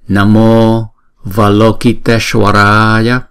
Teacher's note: Chúng ta giữ hai nhịp ngay chỗ chữ lô, chữ tesh.